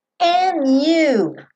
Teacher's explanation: Aqui, como acontece muitas vezes, esse D sumiu. Poderia não sumir.